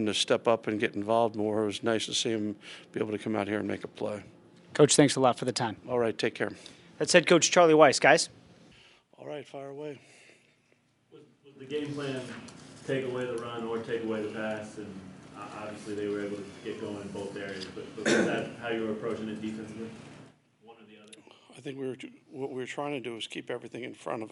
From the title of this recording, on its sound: Press Conferences & Post-Game Interviews